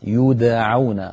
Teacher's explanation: يدعون ضممت الياء قلقلت الدال فتحت العين، يعني كل حرف يأخذ حقه، هذا شيء ممتاز.